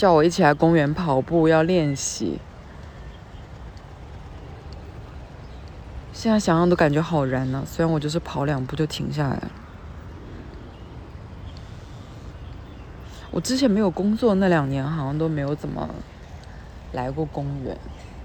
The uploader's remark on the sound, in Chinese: 带你们去公园散步，杂音很大